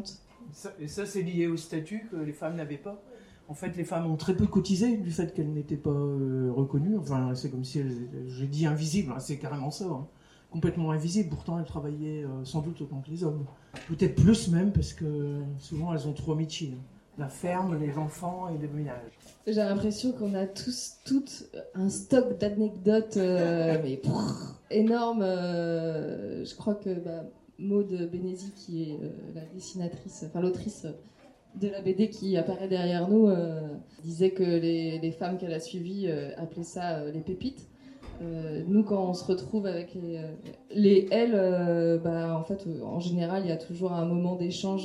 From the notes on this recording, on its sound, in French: Cet épisode a été enregistré lors de la Fête du Champ à l’Assiette, organisée par la Basse Cour le 9 septembre 2023 à Rennes.